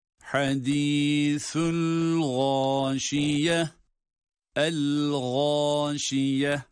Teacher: el-gâşiye derken gayın harfi kalın harftir ve burada da med ile bir elif miktar uzatılarak okunmaktadır